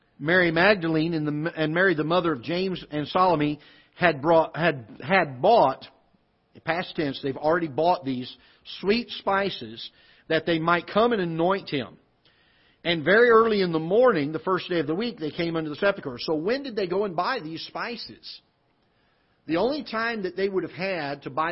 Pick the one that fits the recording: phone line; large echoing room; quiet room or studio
large echoing room